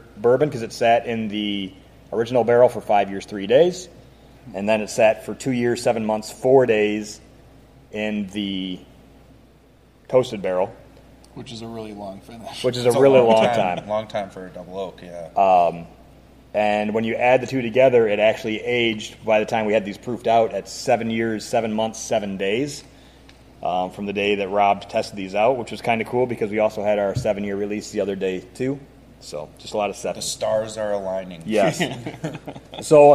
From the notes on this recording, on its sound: The guys are recording from the Whiskey Acres Visitor Center.